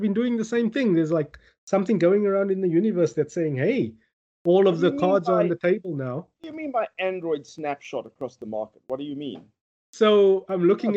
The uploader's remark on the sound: Recorded via Skype